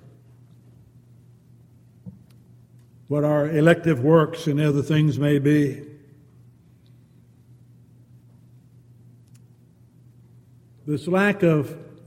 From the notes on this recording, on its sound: Downtown Church Of Christ Audio Sermon